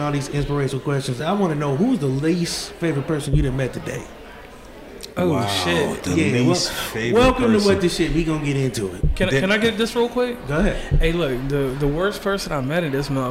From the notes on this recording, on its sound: reported live at Podfest 2024 for the 10th anniversary in Orlando